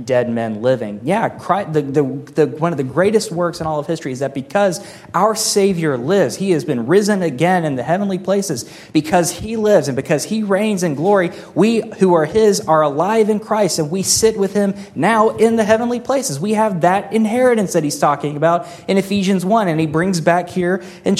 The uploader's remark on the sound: This sermon was delivered on July 23, 2023 at Antioch Presbyterian Church, a mission work of Calvary Presbytery of the Presbyterian Church in America located in Woodruff, South Carolina.